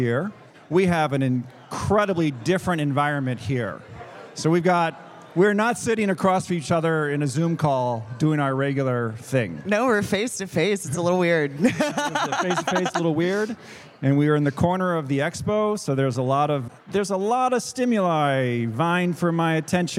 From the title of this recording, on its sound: Live! at the Annual International Conference on ADHD